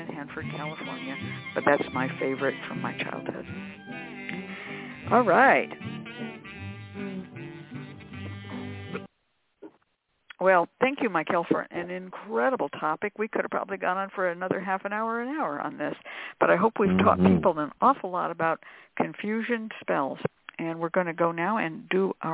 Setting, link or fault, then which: link, phone line